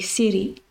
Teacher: If we take the example of city, in American English, that would be city. Like, the T would become a D almost, and that's quite specific to American English